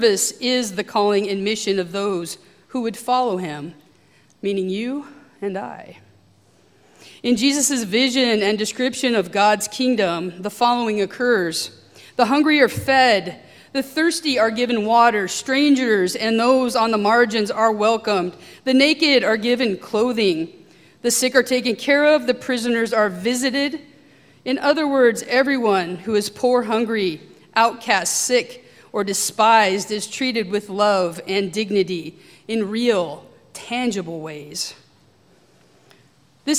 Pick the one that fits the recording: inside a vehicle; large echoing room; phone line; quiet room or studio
large echoing room